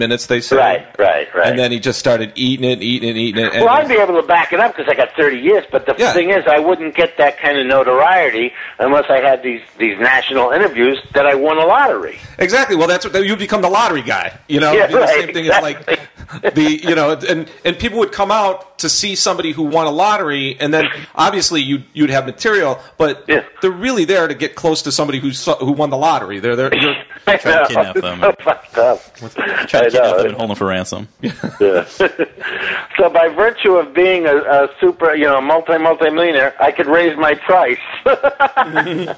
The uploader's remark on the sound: We called him on the telephone to conduct our no holds barred interview